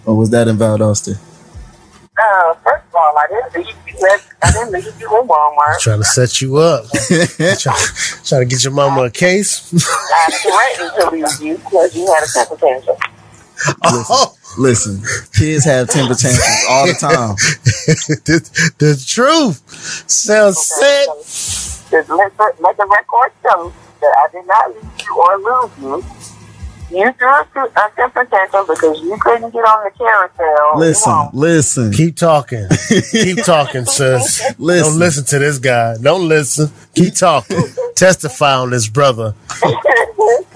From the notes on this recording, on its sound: an exclusive live call